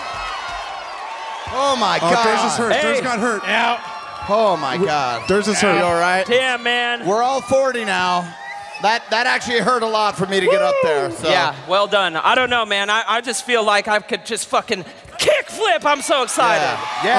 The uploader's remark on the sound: Live From Kansas City!